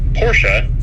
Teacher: And the reason that the name is pronounced that way is that Porsche is a German company, and in the German language, oftentimes vowels at the end of words, particularly E's, are pronounced. So Porsche is the correct pronunciation of the name of the company and also the last name of the founder.